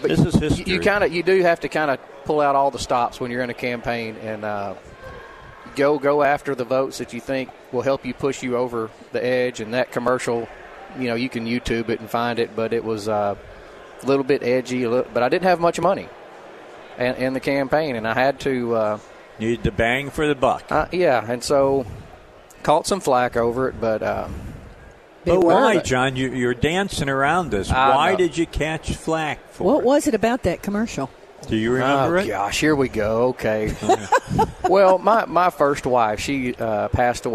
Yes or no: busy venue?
yes